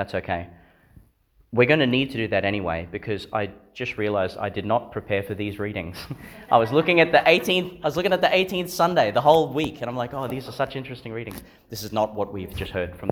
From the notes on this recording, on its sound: delivered in Sacred Heart Church, Theodore, Qld.